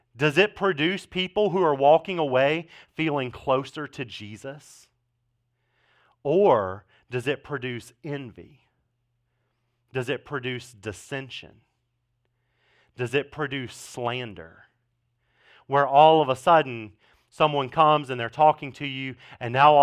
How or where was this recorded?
large echoing room